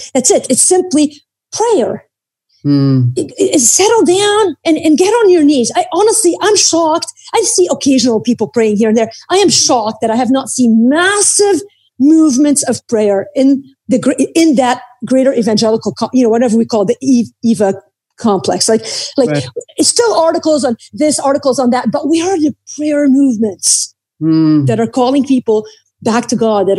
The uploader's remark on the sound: Like many of you I’m sheltering in place. Instead of recording at our studios at Salem Radio, we’re recording this podcast through Zoom. I believe the sound quality is still good, but perhaps not as good as it is normally.